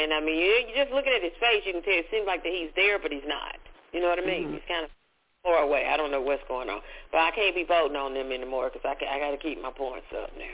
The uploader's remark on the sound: your phone calls